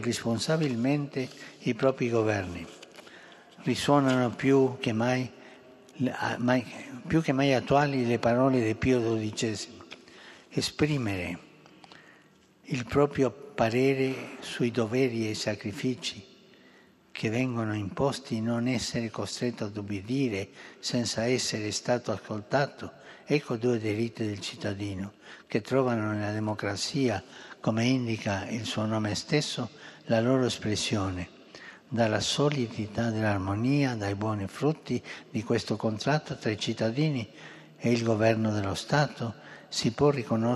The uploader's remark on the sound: FROM THE HALL OF BENEDICTIONS. AUDIENCE TO THE MEMBERS OF THE DIPLOMATIC CORPS ACCREDITED TO THE HOLY SEE.